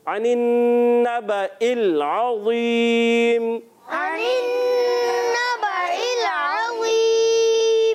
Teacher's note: عین کی ادائیگی کلیئر رکھنی ہے، حلق کے درمیان والے حصے سے